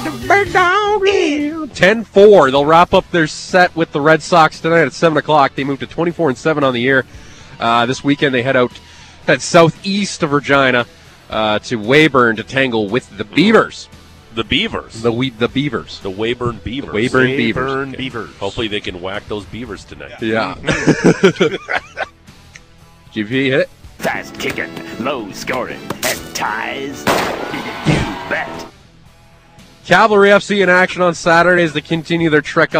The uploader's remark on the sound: The Big Show is Live from Stampede. Today the guys are set up live from the Stampede parade route!